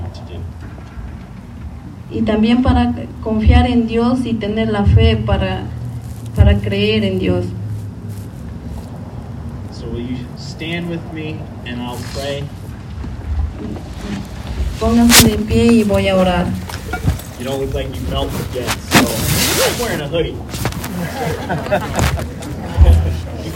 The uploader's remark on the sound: Service was held outdoors in collaboration with Iglesia Cristiana in the Bridge Parking Lot.